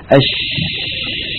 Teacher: تجدون بأن صوت حرف الشين لا يعترض طريقه عند خروجه شيء · Term: الحروف الرخوة